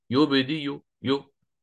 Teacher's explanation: لو أنا وقفت عليها الآن سأسكنها بالسكون المحض فيتفق الإبدال الرسمي مع الإبدال القياسي، يعني يبدي نفسها، أو يجوز لي فيها الروم ويجوز لي فيها الإشمام، يعني يبدي ثم أضم الشفتين إلى الأمام فهذا الإشمام، أو يبدي آتي بروم حركة الضم للياء، ياء مضمومة أروم حركتها، آتي بالبعض منها